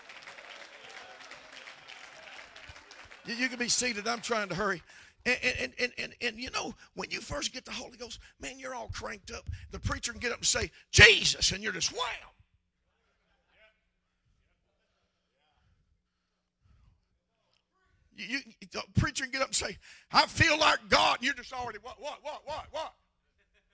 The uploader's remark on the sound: preaches at the Abbeville Apostolic Men's Conference in Abbeville, LA